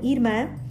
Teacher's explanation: o til não é um acento gráfico, mas sim uma marca de nasalidade indicando vogais nasais